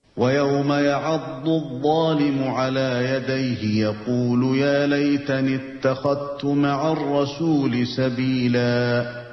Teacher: قالون ادغام کرده ذال رو در تی دو نقطه اتخذت